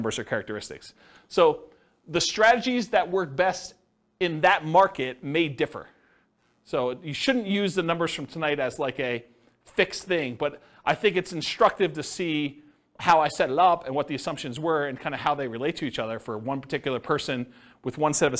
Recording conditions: live audience